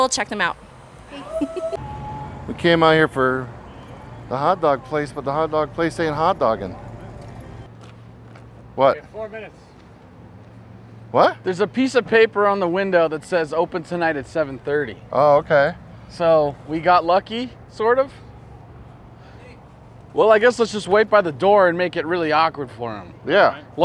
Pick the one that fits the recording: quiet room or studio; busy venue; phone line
busy venue